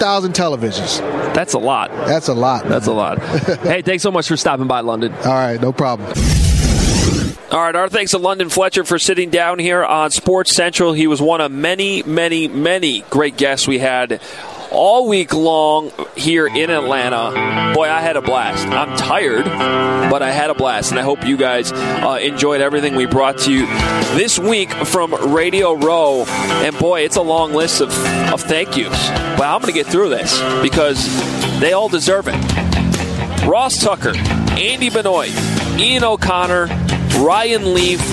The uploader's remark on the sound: Live From Radio Row